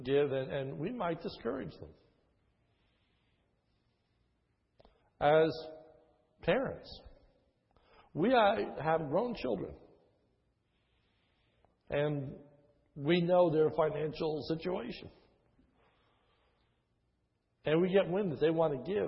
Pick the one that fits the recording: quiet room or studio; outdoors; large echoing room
large echoing room